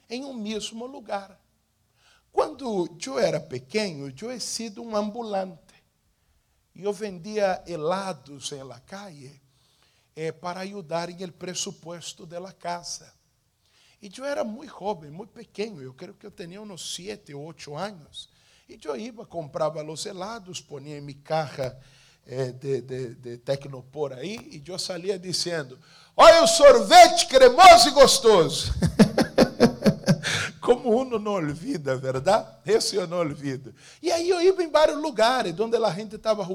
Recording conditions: large echoing room